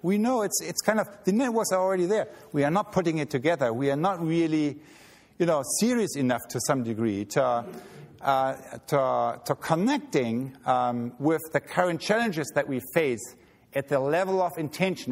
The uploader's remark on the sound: He delivered this speech at the 33rd Annual E. Schumacher Lectures.